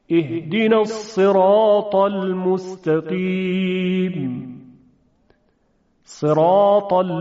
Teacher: صدای حرف تا درشتر از صدای حرف ت شنیده میشه و این به خاطر پدیده است که در زبان رخ میده، یعنی انتهای زبان به طرف بالا میره و صدا درشت میشه